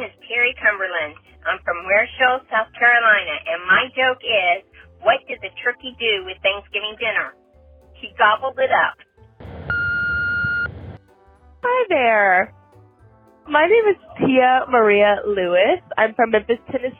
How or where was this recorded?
phone line